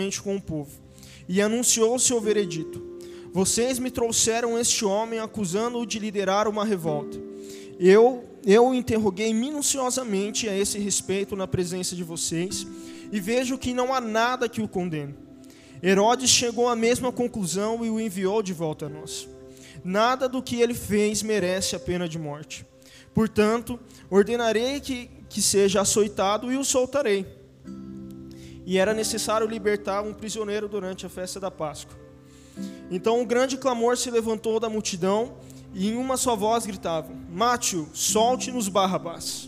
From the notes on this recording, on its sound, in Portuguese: Áudio do culto de Domingo do dia 03/04/2022.